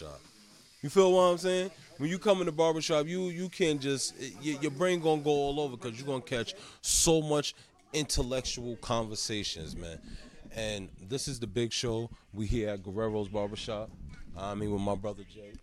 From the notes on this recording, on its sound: This episode of The biGGz Show was recorded at Guerreros Barbershop located Sand Lake Rd Suite 14, Altamonte Springs, FL 32714.